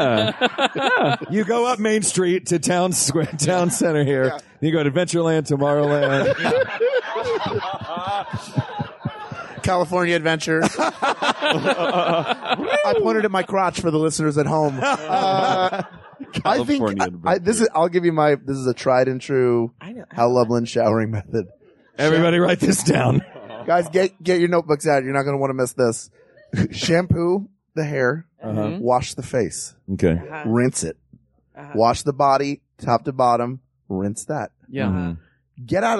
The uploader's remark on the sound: LIVE on a boat